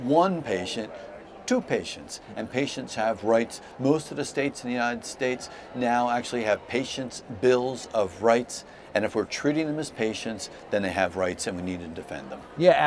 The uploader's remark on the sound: This special episode of CareCast was recorded live at Care Net's 2023 National Conference in Mobile, Alabama.